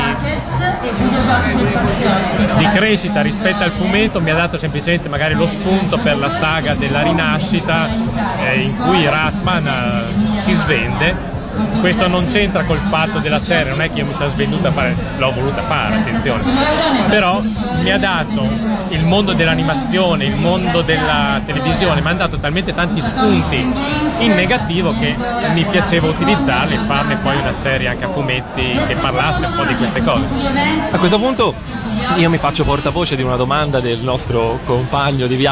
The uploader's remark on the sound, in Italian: Da Lucca Comics & Games 2012 la nostra intervista